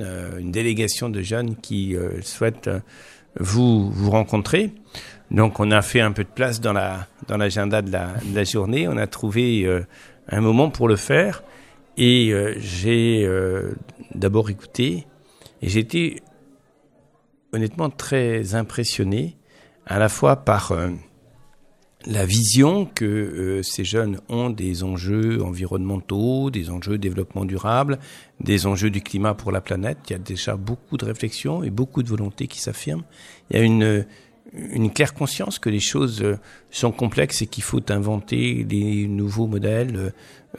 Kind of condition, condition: setting, busy venue